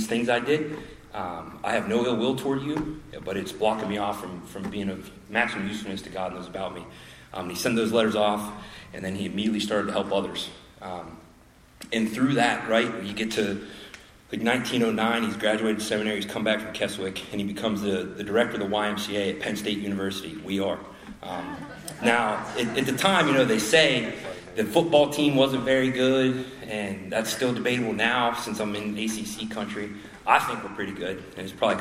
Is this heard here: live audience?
yes